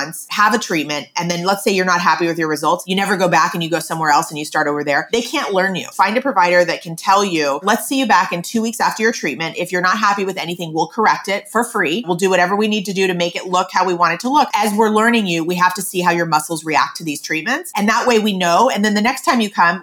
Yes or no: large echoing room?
no